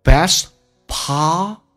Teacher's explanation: Honesty,那么来体会一下，打开口腔由 R 到 R 的转变 honesty,尾音在结尾的时候发成长元音 e，叫做 honesty 跟 s 中间有一个连音，元音跟元音之间不是加我就是加也，那这边加的是也 honesty is thebest， t 去掉这叫略音，后面是以辅音开头